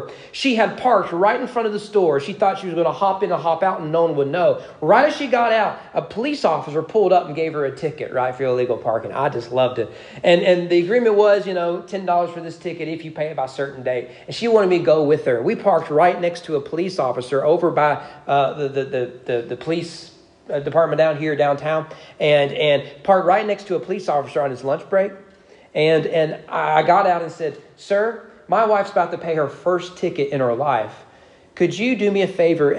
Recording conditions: large echoing room